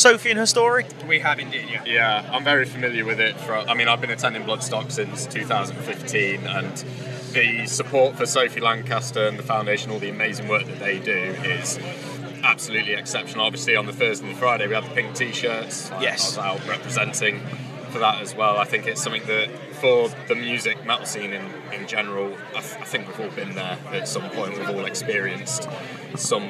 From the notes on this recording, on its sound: From our 'Live from Bloodstock 2023' series.